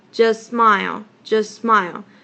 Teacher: just 它的那个 t 的音没有跑出来，而是 j-u-s，然后它直接连那个 s-m-i-l-e · Term: t 直接省略掉